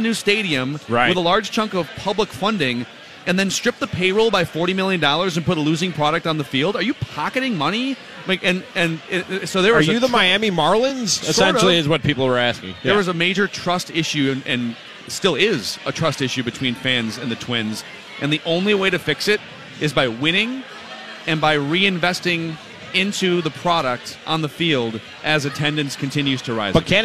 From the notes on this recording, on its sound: LIVE from Kieran's Irish Pub.